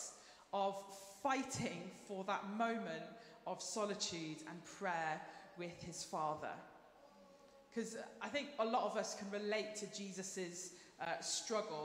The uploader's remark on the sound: Streamed live at St Paul's Shadwell